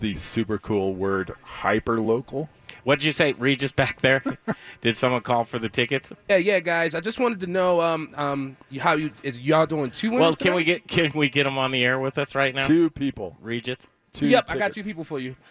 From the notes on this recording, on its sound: We were live Saturday night from Grind Kitchen and Watering Hole during the Cherry Creek Arts Festival.